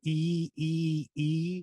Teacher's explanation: And if we look at that container, that group, that category of words, we know that if where from the Midwest, we might have a little bit more nasality, high face mask resonance in that sound